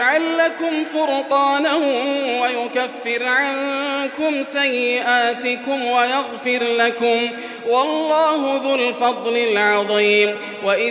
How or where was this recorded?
large echoing room